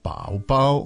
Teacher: So the third tone, but of course the second character becomes neutral.